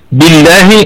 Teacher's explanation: هذه الكسرة قامت بعمل في لفظ الجلالة. ماذا فعلت؟ جعلت لام لفظ الجلالة مرققة